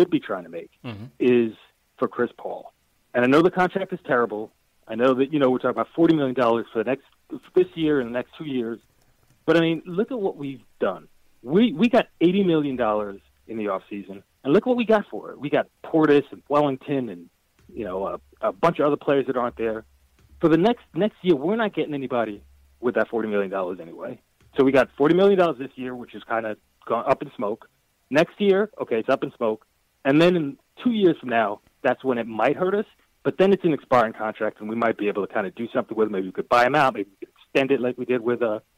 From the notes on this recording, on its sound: takes LIVE phone calls from fans around the world